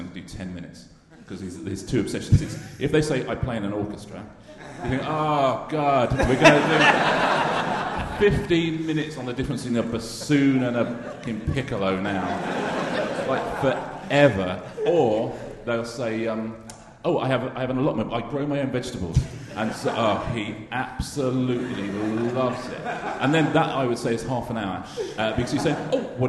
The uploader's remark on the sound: RHLSTP Ed Fringe. Played live in front of and then involving the audience. It's the only Edinburgh RHLSTP with one guest.